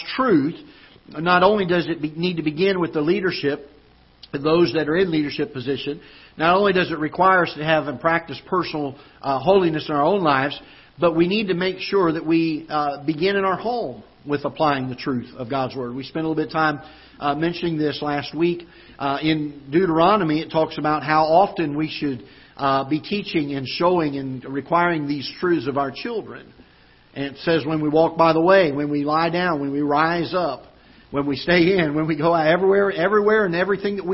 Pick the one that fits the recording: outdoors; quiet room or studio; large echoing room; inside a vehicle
large echoing room